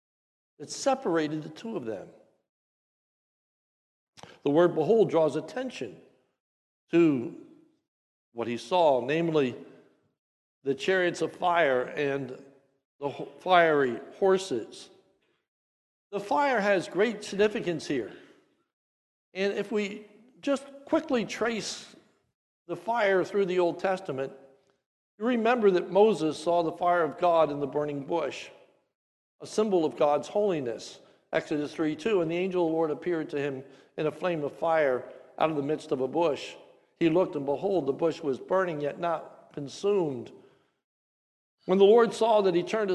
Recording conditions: large echoing room